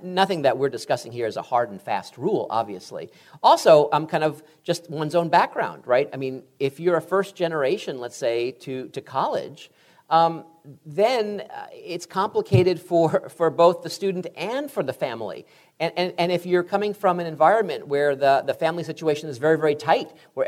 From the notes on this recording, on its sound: "Higher Ed" recently took the show on the road and taped a few podcast episodes in front of an audience at Southwestern University in Georgetown, Texas.